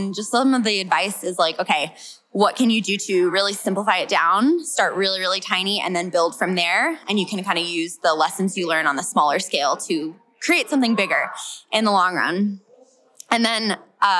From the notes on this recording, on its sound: At The Heart Conference earlier this year we had a bunch of attendees sit down and share each of THEIR biggest lessons they’ve personally learned in their business. We LOVED getting the opportunity at the conference to just point the mic at YOU.